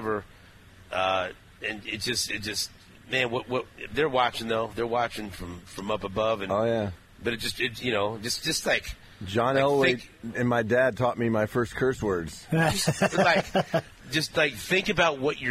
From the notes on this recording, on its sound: Super Bowl Parade Day. Broadcasting on location of the parade route.